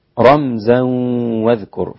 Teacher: فإن الإدغام يكون مع الغنة لكل القراء عدا الإمام خلف العاشر فإنه أسقط الغنة